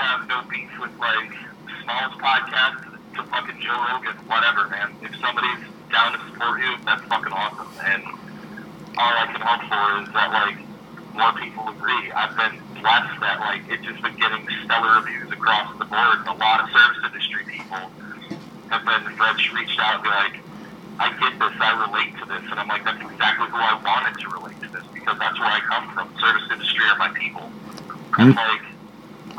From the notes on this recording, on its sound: In the midst of enjoying another wonderful SXSW. Recorded via phone in Grand Rapids, Michigan and Austin, Texas.